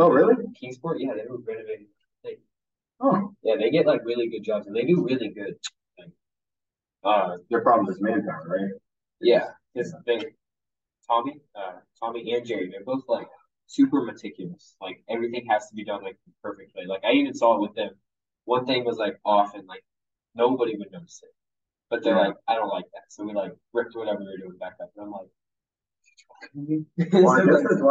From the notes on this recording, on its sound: He's a marine, and in town visiting, so we did a podcast together for fun. I do apologize for the audio, we had a technical issue.